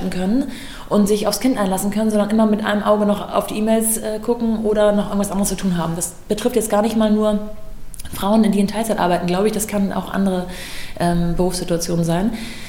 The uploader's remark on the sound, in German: beim Live-Podcast im Rahmen des ROCK ’N RAISE-Festivals